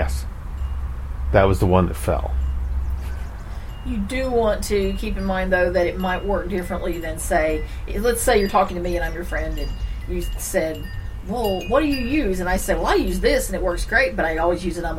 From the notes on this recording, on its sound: take the recorder outside for the New York Front porch edition